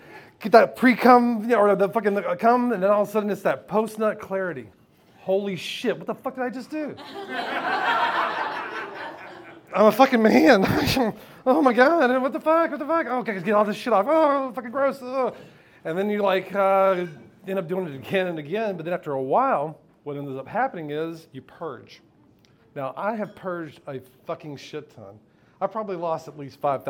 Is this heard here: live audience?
yes